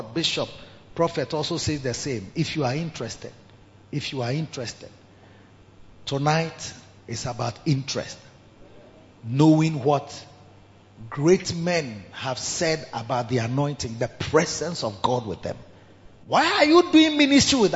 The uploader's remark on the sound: Preached at the Riverside Atmosphere Service - The Makarios Cathedral, HQ.